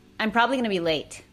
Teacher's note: eliminé una sílaba entera al decir probably esto es muy común